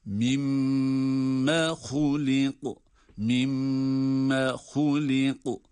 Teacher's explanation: فَلْيَنْظُرِ الْاِنْسَانُ مِمَّ خُلِقُ مِمَّ خُلِقُ Bakınız, مِمَّ خُلِقُ مِمَّ şedde var, onun için mim harfini tutuyoruz. Sonra da uzatmadan مِمَّ خُلِقُ مِمَّ خُلِقُ خُلِقُ ha kalın, kaf kalın ve kaf galgale harfi.